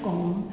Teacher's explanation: La sillaba Om, che di fatto è fatta di tre elementi, A, U, M, ma si pronuncia Om, che viene cantata moltissimo con un tono prolungato